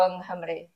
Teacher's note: So the two NGs in Ung Humri, you don't say, pronounce both of them, they just run in together.